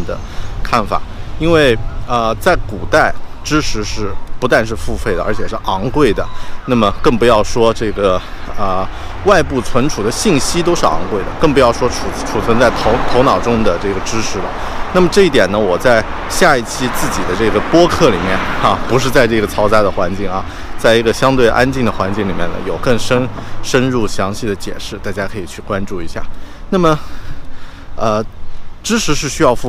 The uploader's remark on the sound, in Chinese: 这期在上班路上录制的节目